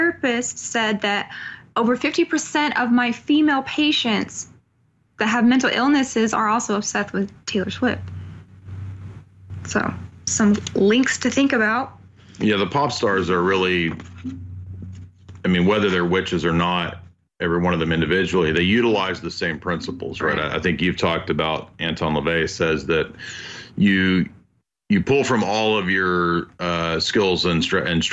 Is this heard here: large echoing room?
no